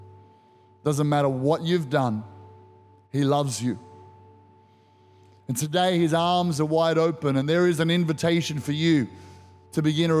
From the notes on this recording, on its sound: Recorded during our 9am service on Sunday, the 23rd of April 2023